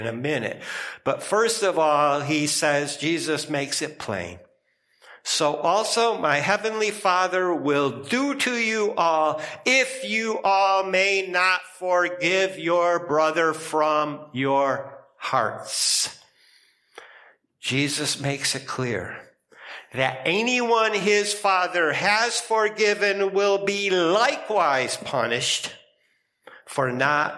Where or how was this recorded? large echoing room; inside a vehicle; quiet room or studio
large echoing room